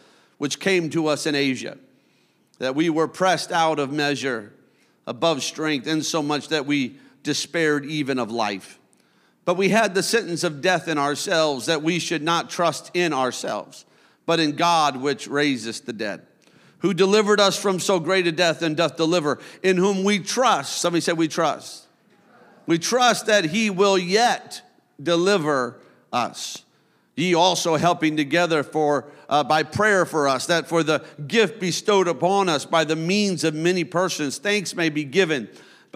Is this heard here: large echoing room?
yes